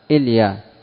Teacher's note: ويقال لها أيضا إليا بحذف الياء الأولى وسكون اللام